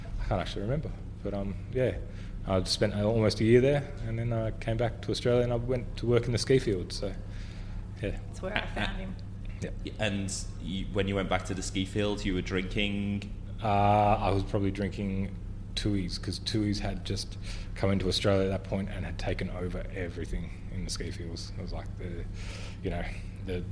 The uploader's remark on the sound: The episode was recorded at The Mallow Hotel in Skipton Street, Ballarat